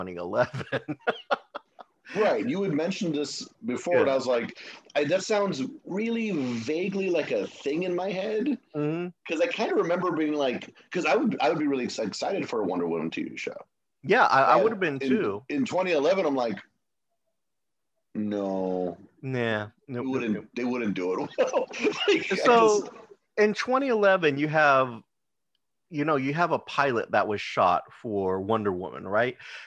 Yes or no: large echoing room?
no